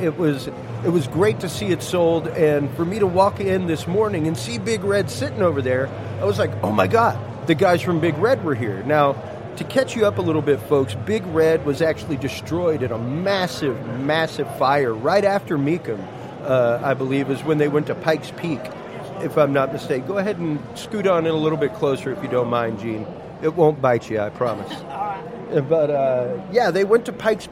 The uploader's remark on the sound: We had the pleasure while at the Mecum auto auction in Houston, TX to sit down during our 3rd hour of live broadcast.